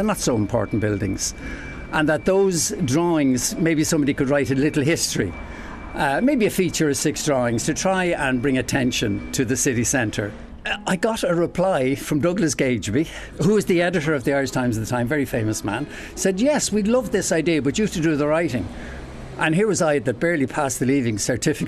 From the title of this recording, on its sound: Walking And Talking